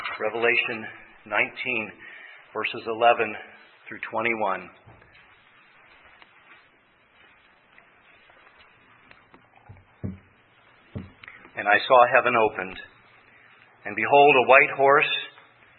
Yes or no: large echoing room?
yes